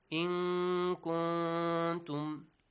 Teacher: Both noon. both of the noons will be pronounced with a hidden sound.